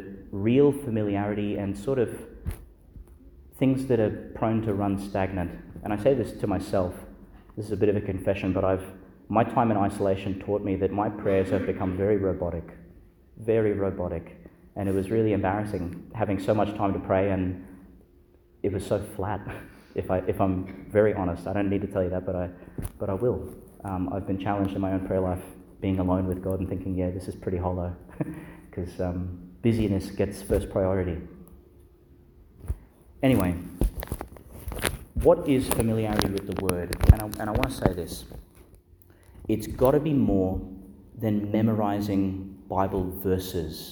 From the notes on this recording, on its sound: Homily for the Fifteenth Sunday in Ordinary Time, delivered in Our Lady Star of the Sea Church, Gladstone, Qld.